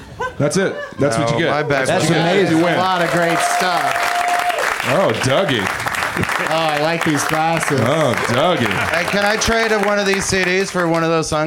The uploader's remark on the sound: Live from the UCB Franklin.